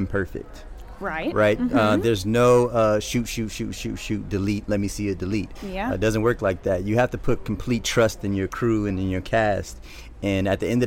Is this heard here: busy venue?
yes